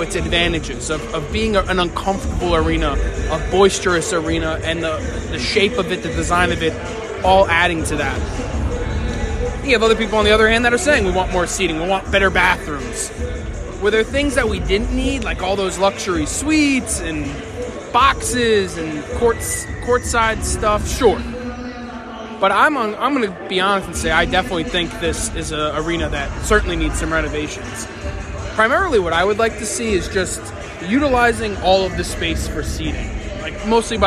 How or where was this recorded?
busy venue